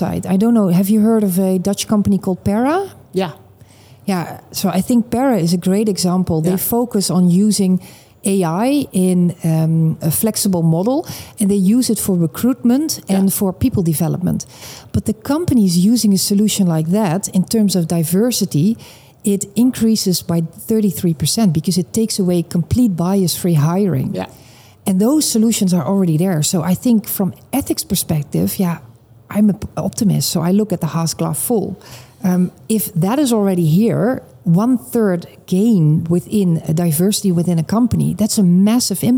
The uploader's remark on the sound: Live from Money 20/20 Europe